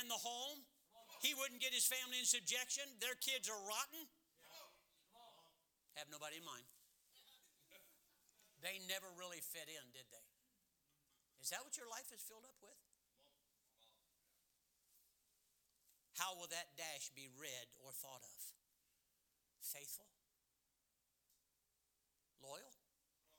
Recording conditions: large echoing room